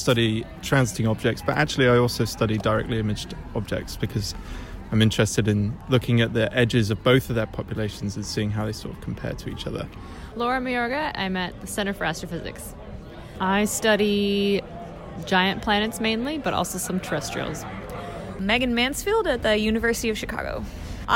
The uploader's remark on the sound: Takes us to the Exoclimes V conference in Oxford to ask people what they most want to learn about outside of their area of study.